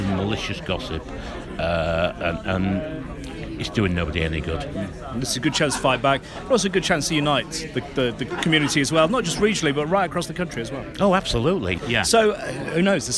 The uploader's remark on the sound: we we're at a Conference in Newark this week